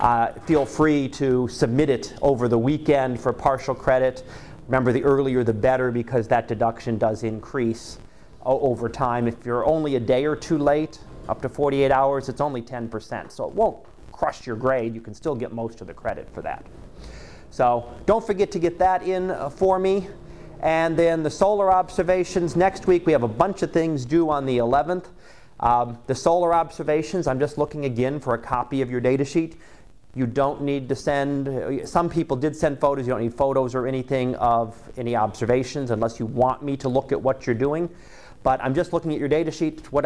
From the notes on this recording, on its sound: Live Class Lecture.